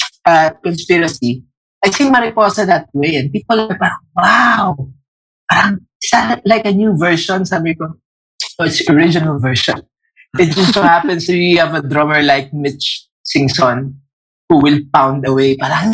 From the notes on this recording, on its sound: Behind the Song was produced, recorded, and distributed under quarantine by Big Baby Studios. Do excuse the not so great audio, this episode was recorded over Zoom.